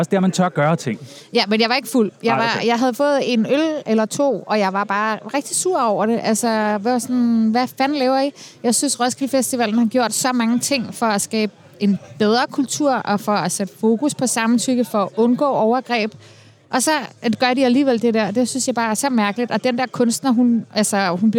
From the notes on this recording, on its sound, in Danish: direkte fra Mediebyen på Roskilde Festiva